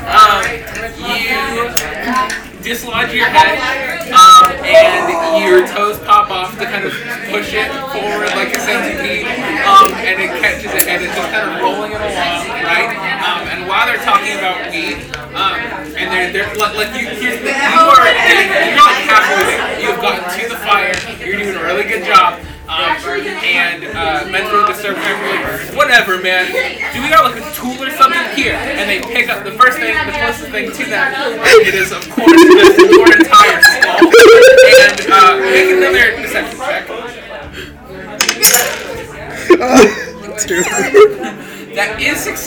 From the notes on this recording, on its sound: BECAUSE THE AUDIO SOUNDS HORRIBLEEEEEEEEEEEEEEEE.